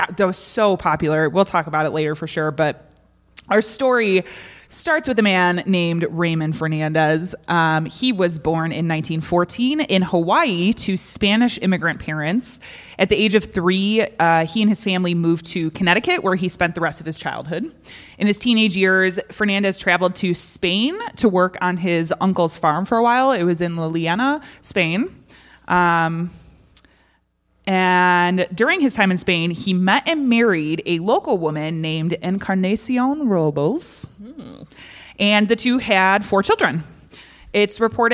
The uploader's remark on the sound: This week we bring you The Bad Taste Crime Podcast Live from Dark Matters! A special thank you to Side Street Studio Arts and Ghostly Podcast for this great event!